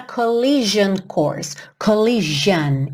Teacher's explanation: esse S vai ter um som de J